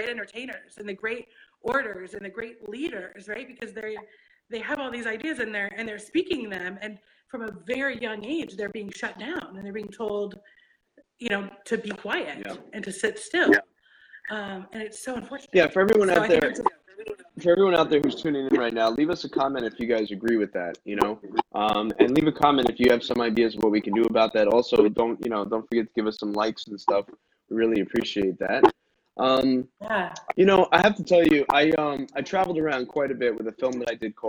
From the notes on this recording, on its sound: The audio experience on this conversation is not the best